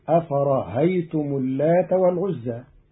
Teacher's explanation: قرأ قالون كلمة أفرأيتم بتسهيل الهمزة الثانية بين بين فتصير أفرأيتم اللات والعزى في بعض لغات العرب.